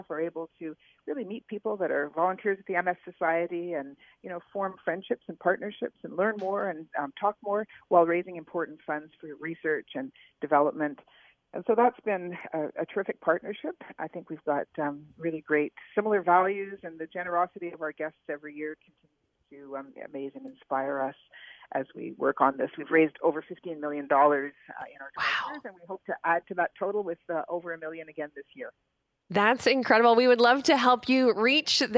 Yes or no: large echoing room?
no